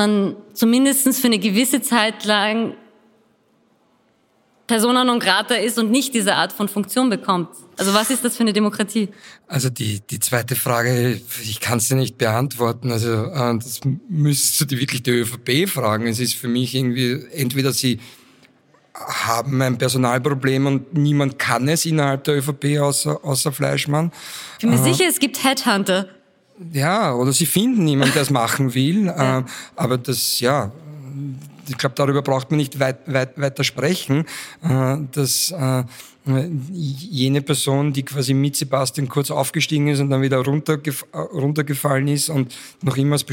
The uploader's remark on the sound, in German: Der Podcast wurde vor Publikum bei der Langen Nacht der Podcasts aufgezeichnet.